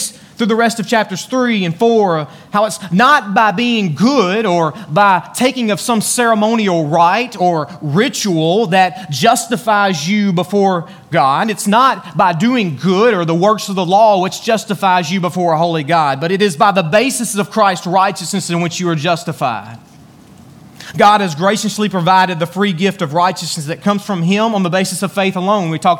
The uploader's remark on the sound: Join us today from Beaver Baptist Church in Brighton, Tn.